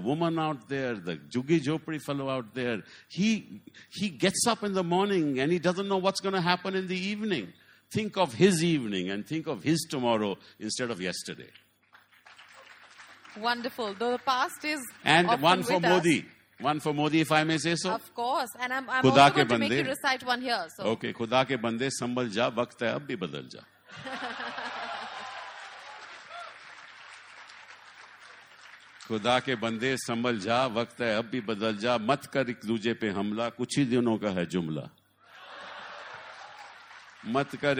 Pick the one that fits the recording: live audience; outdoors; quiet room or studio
live audience